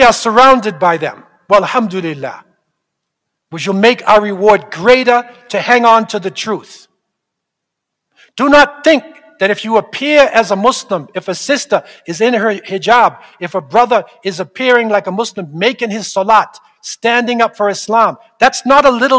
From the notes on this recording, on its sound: This Friday sermon was delivered at the Islamic Institute of Toronto.